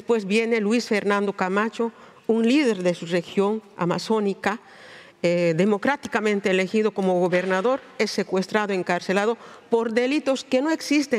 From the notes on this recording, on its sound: Recorded at the 2023 Oslo Freedom Forum. This episode is recorded in Spanish.